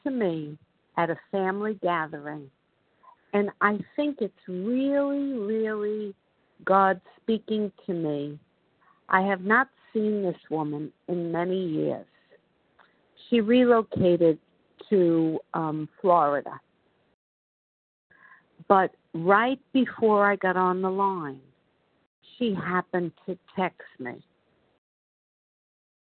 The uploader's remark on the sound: 100 Pounders Phone Meeting, 8/18/23.